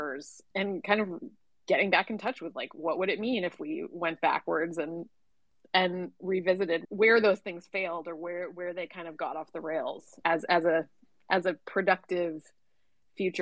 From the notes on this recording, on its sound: we hosted a Twitter Space